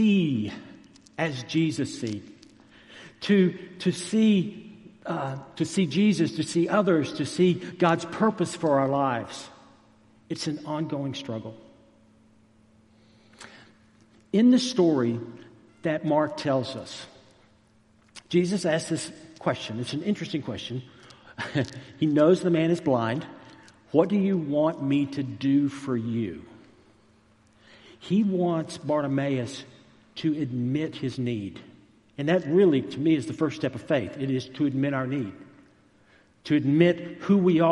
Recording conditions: large echoing room